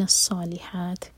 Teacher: صاد heavy ہے، اور ح حلق سے